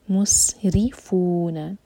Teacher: ہوٹ گول نہیں رہنے چاہیے فلیٹ ہو جانے چاہیے مس اور سین پر وسل والا ساؤنڈ سیٹی کی آواز